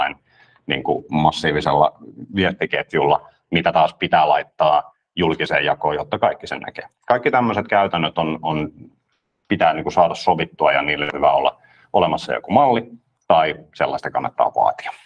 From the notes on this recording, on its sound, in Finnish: Tämä on äänitallenne Lianan webinaarista.